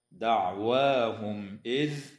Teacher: إظهار شفوي للميم الساكنة عند الهمزة